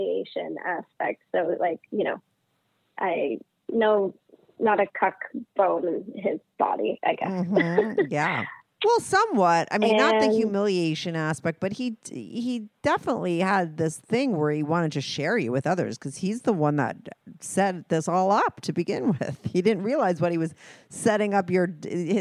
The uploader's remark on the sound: she called in to talk all about it